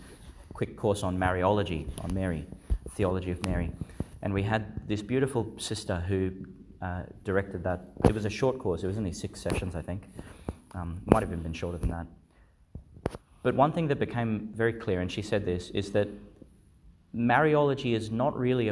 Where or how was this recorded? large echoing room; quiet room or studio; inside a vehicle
large echoing room